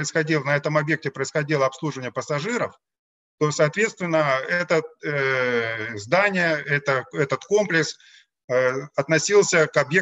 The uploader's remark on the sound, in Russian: Круглый стол в онлайн-формате